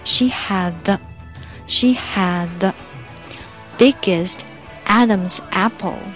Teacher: Had 和 The 可以做连读，把 had 中间的那个 D 给省略